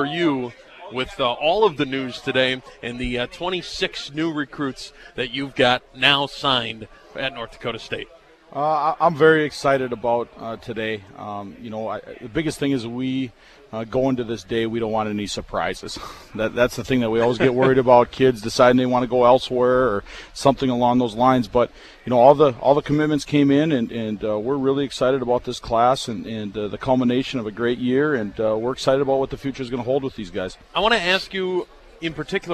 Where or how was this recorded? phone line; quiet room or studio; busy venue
busy venue